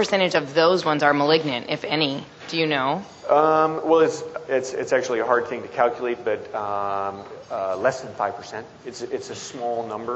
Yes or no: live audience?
yes